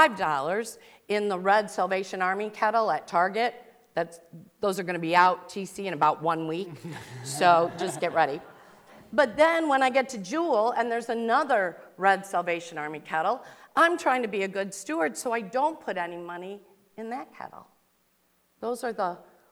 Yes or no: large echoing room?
yes